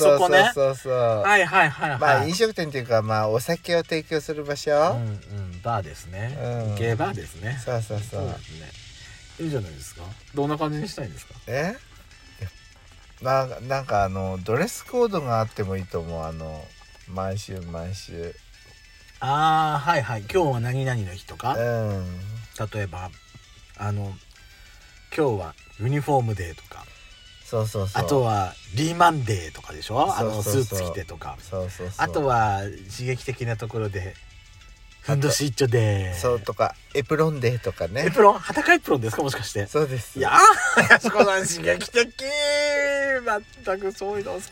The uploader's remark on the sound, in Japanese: From Radiotalk。パーキング収録。